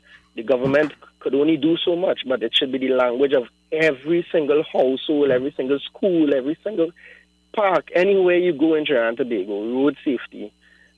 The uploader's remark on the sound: we take more calls from the audience